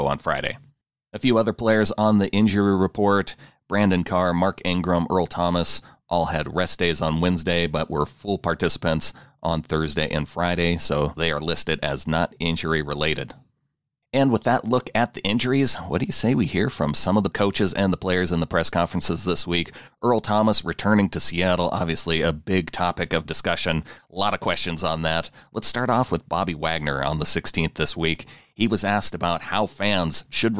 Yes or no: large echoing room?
no